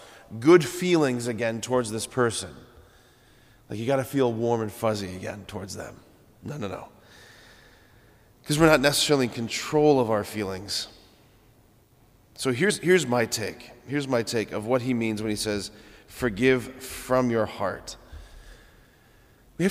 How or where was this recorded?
large echoing room